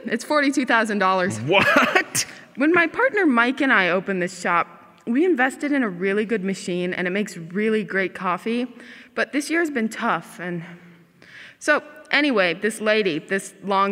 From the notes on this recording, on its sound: live from Sursa Performance Hall